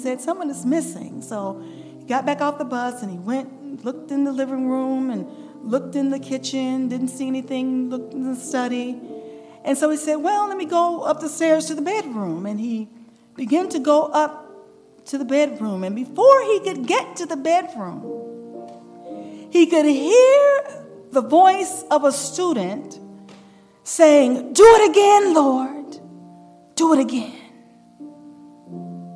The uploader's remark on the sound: recorded June 2, 2023, at Ringgold SDA Church.